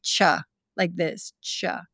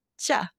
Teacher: the ch in English is more forward. So we would say ch, like this, ch. Whereas in Sanskrit, it's further back. It's more ch.